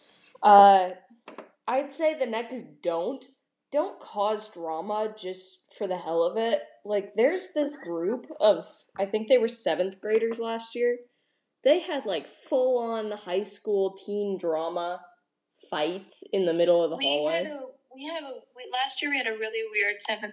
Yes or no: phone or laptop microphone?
yes